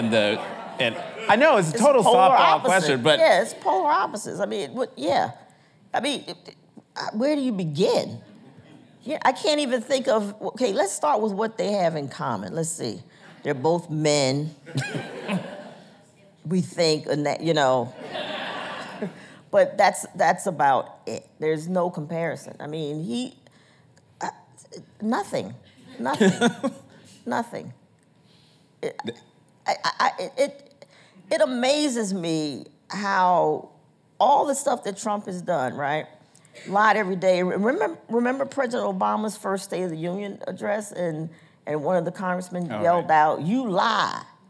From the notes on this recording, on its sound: recorded on June 4, 2019 in front of a live audience at New York's 92nd Street Y.